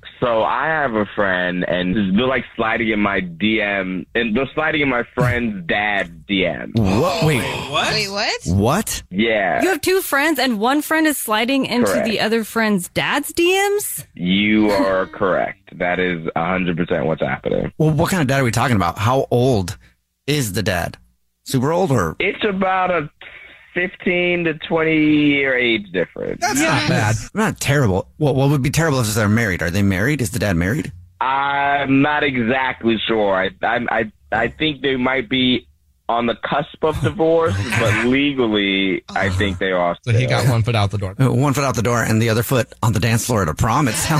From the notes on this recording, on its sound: There is someone who is on the phone to tell us a Dirty Little Secret that has to do with sliding into the DM's!